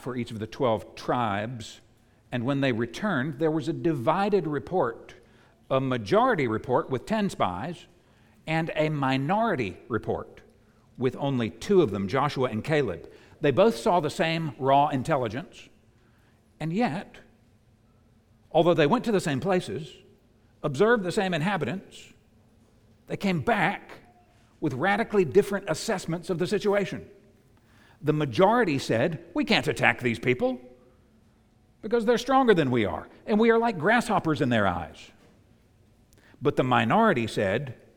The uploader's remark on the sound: preached at the United Christian Church of Dubai